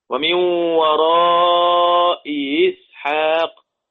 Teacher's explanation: تحقيق الاولى وتسهيل الثانية · Term: التسهيل بين بين